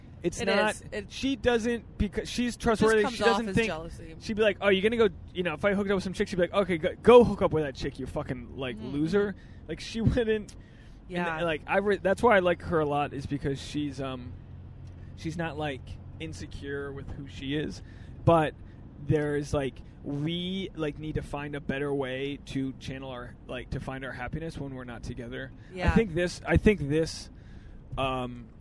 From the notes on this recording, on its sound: This episode is our first 'CarCast'.